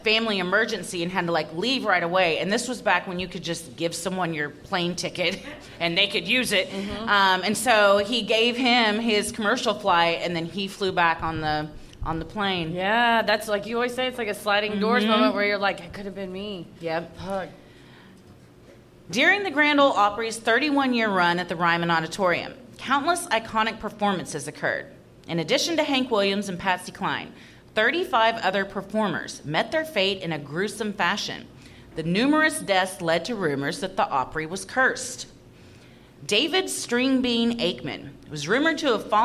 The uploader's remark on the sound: Recorded live at Zanies in Nashville, TN.